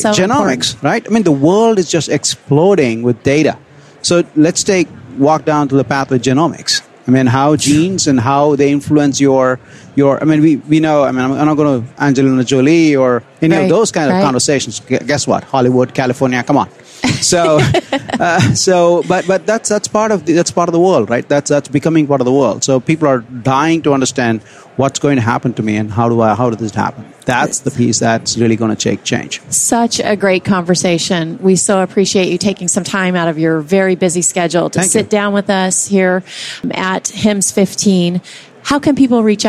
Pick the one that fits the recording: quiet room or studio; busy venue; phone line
busy venue